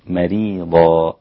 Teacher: منكم مريضة، رقيقة جدا، مريضة هكذا مع الغنة الرقيقة قبلها في الميم، والميم طبعا غنتها ممكن تكون أغن شوية من النون، لكن هي الغنة رقيقة في الحالتين